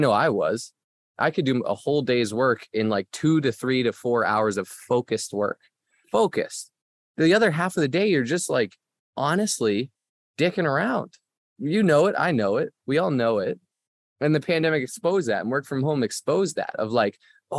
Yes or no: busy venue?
no